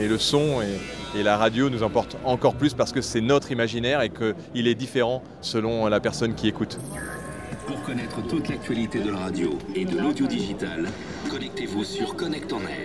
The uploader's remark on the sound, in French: Nous commençons les productions avec un grand bain de son pris à la Grande Hall de la Villette de la lors de 16 eme Edition du salon de la radio et de l’audiodigital (2019) que nous vous faisons visiter.